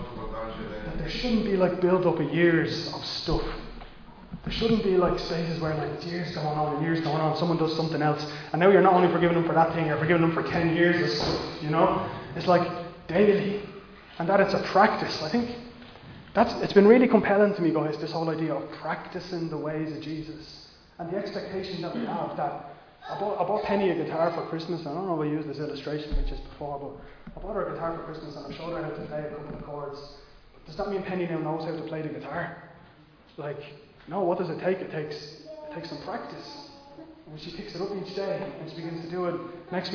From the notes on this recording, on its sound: Recorded live in Liberty Church on 23 January 2022